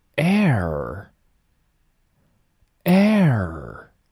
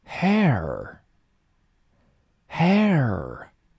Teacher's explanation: 从我们前面学过的 a 开头，aa，然后把舌头往后卷，airair。要注意我们卷舌的过程，一定要圆滑，不要直接卷过去 air，那就断开了。我们要 air。好，一起来朗读。Repeat after me.